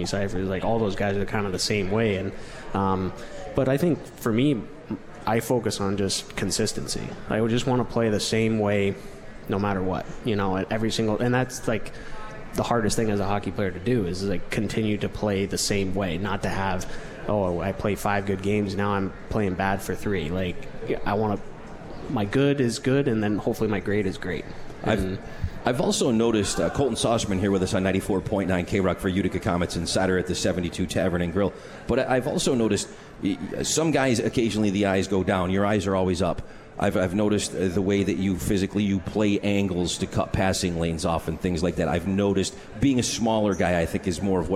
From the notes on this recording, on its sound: live from The 72 Tavern